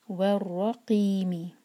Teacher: والرقیم، واو کے لیے ہمارے ہوٹ گول ہونے چاہیے، واو کو را سے جوڑیں گے اور واو کے بعد جو الف ہے حمزۃ الوصل جو ہے اس کو پروناؤنس نہیں کریں گے، پڑھیں گے ور، اور را پر فتحہ ہے تو اس لیے را ہیوی ہوگا. وَرَقِيمِ، اگر کنٹینیو کریں گے تو وَرَقِيمِ ہوگا، ورنہ یہاں رک رہے ہیں ہم پارٹ ون میں، تو ہم مین کو ساکن کر کے رکیں گے، تو ہم قی تھوڑا لمبا کھینچیں گے.